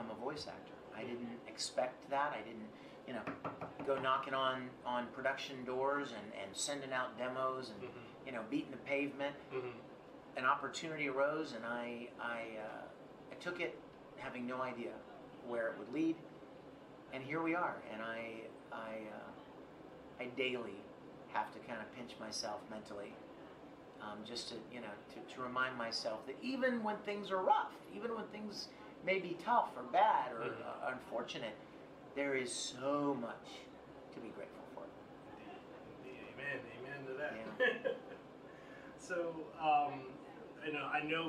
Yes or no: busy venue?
yes